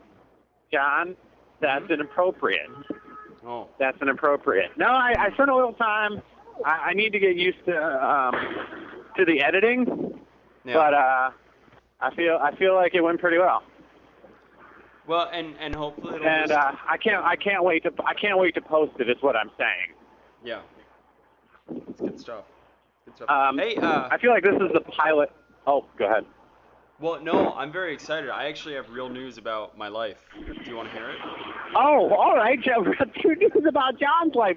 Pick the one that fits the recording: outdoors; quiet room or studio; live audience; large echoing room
outdoors